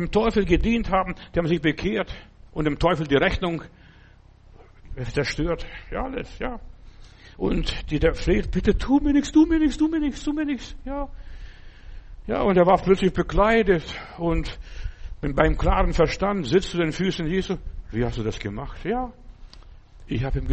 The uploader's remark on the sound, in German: im Gemeinde-Zentrum in Berlin aufgenommen